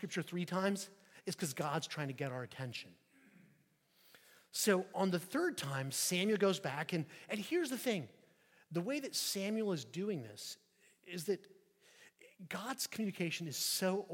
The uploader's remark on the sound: at St Peter the Fisherman, New Smyrna Beach